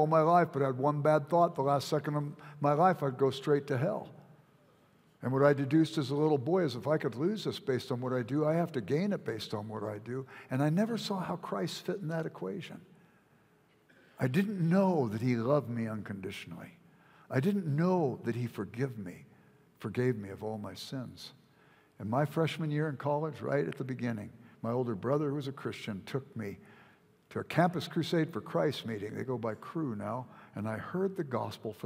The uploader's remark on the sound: at Timberline Church - Audio